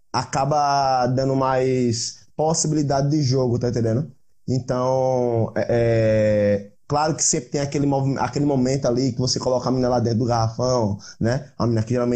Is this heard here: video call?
yes